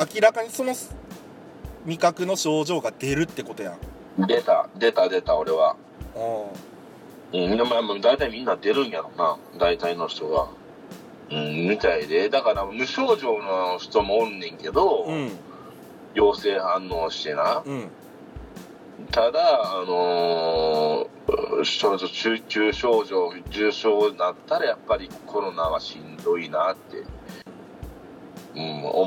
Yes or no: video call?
yes